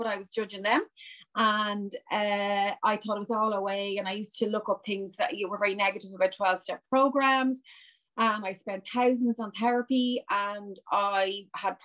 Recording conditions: video call